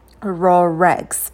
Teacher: Либо raw eggs, но это не совсем удобно, проще соединить слова с помощью звука r. Raw eggs. · Term: звук r связующий